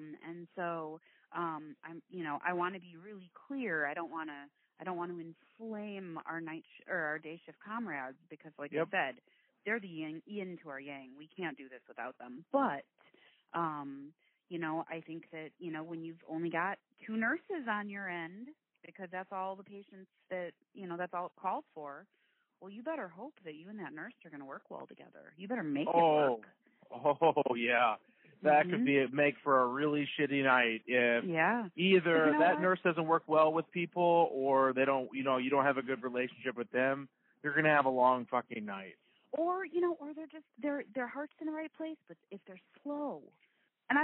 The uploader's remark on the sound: This was recorded via phone. The quality is not what we’ve grown into here at Nursing Uncensored.